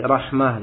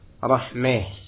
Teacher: Menyondongkan fathah ke arah kasrah. · Shown in: second take · Nah, ini macam yang pertama dari imalah, imalah pada fathah.